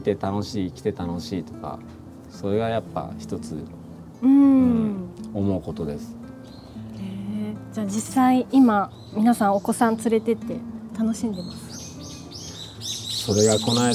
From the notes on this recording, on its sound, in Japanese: ご自宅のお庭で収録させて頂きました。